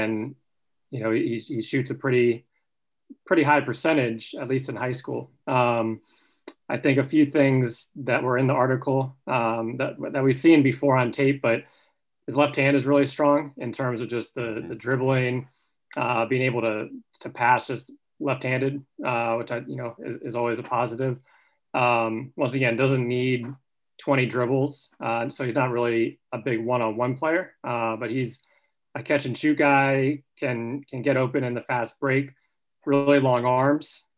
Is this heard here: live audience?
no